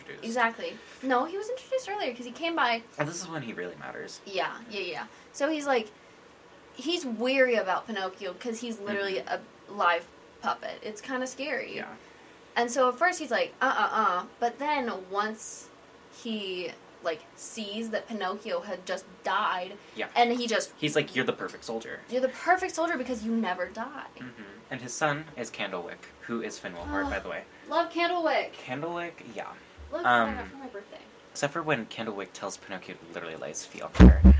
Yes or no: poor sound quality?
yes